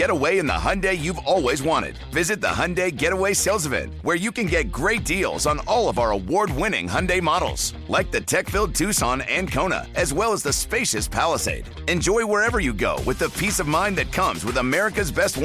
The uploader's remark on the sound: take your calls texts and tweets live on the air